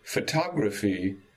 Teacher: So in the word photography, tog is stressed. None of the others are stressed. There's no secondary stress in photography.